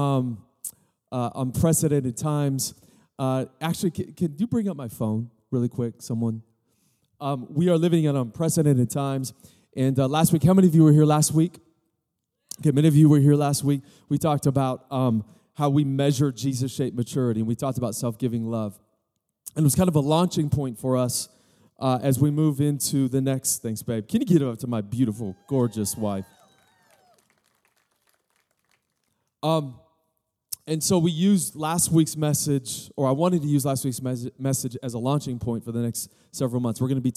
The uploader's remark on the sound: Recorded live at Capital Church, from the Church on the Lawn Series.